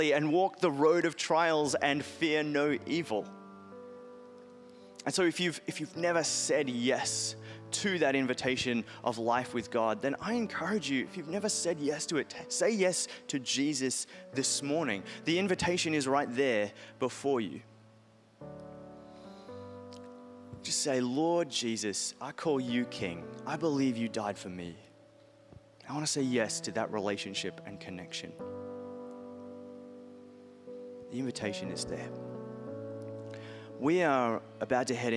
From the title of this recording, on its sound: Message Carey Church LIVE Harrisdale Campus